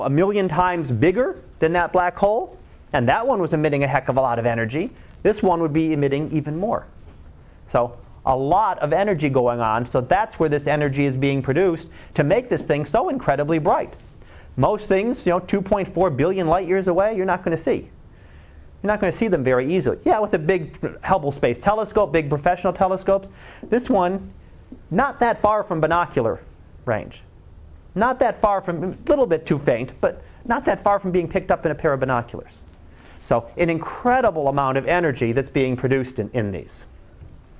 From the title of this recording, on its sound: Live Class Lecture